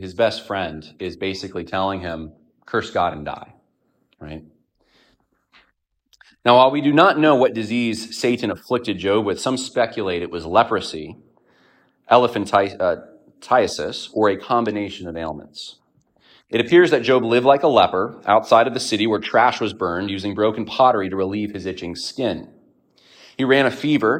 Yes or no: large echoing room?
yes